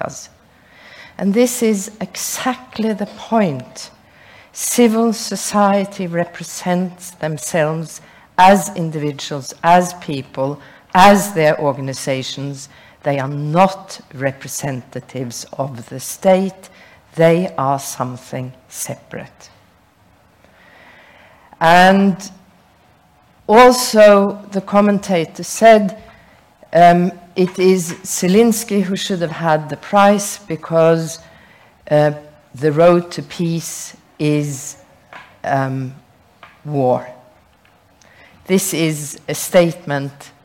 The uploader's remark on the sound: Recorded at the Nobel Peace Center Saturday 8 October 2022.